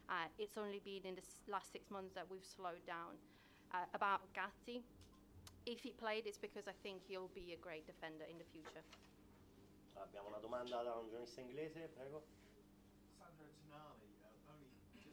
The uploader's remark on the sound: Post match press conference with Italy manager